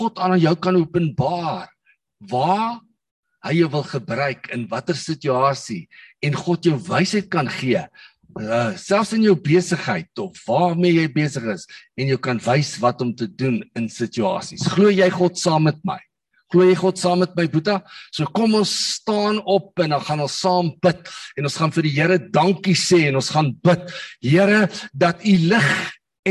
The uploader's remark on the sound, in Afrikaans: Manne van die Woord Zoom Byeenkoms